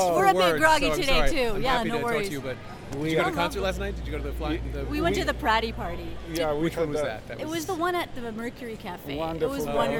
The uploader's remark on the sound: These interviews were recorded at the historic Psychedelic Science 2023 conference in Denver, the largest gathering to date of people who work on advancing the research, access, and legalization of psychedelic-assisted therapies. The interviews are unedited personal accounts.